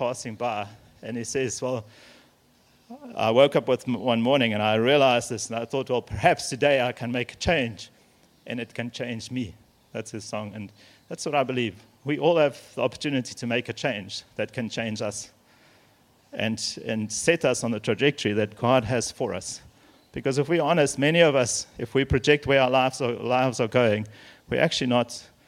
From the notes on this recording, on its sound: Messages here were recorded at Men’s Breakfasts hosted at RED POINT Church.